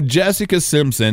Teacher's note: I don't pronounce the P